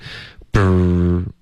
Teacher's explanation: 你爆破一个 b 的音呢，要直接进入到一个 r，有一个 r 的音 · Term: 融合音